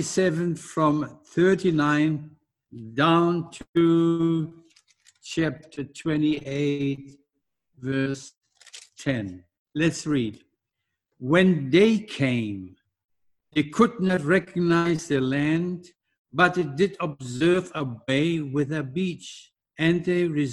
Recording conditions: large echoing room